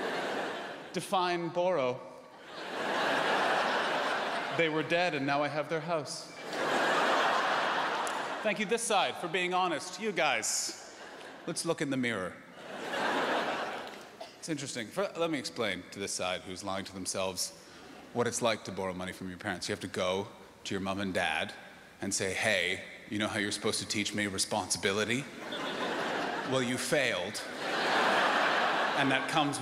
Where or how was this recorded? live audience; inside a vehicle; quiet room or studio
live audience